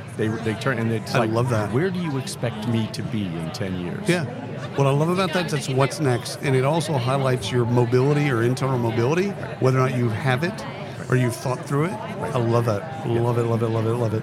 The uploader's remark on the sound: live from the Greenhouse booth at HR Tech in Vegas